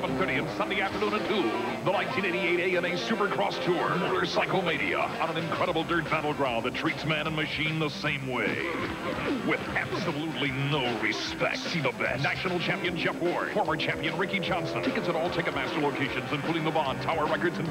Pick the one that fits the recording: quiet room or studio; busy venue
busy venue